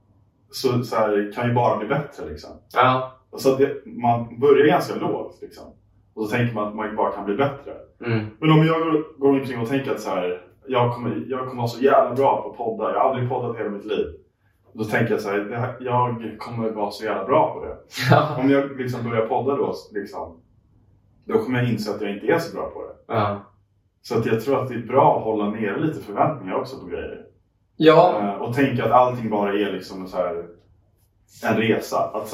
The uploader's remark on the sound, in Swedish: Om du undrar varför ljudet är lite kefft så är det för att vi misslyckades med att sätta på mickarna och därför blev tvungna att använda kamerans ljudupptagning istället.